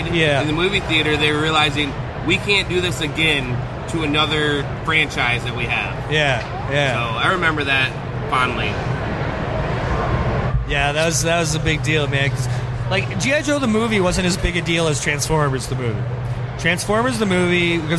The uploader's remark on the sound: Live From Motor City Comic Con